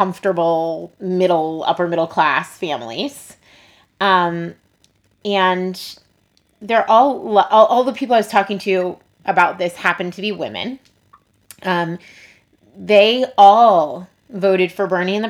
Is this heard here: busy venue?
no